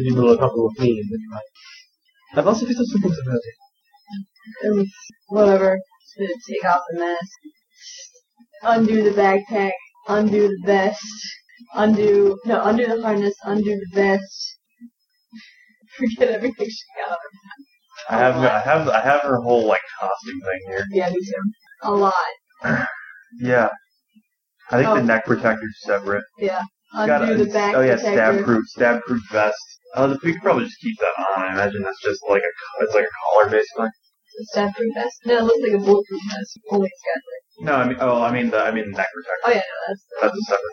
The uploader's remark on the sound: Sorry about the audio